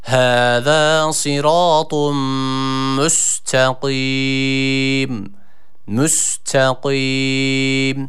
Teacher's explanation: Devamında son kelimemiz olan müstakim kelimesinde kaf harfi burada kalın bir harf olduğu için ve esra harekesi aldığı için de yine ı-ı arası bir sesle okumamız gerekiyor. Müstakim yani müstakim doğru okuyuş olmaz.